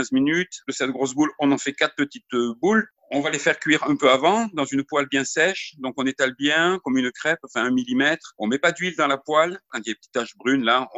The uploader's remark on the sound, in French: C’est une équipe au grand complet qui s’est faite belle pour sa séance quotidienne de visioconférence.